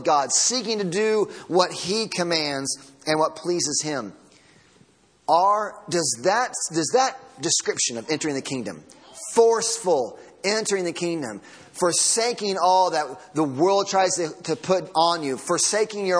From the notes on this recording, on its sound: Sunday Morning Sermon Audio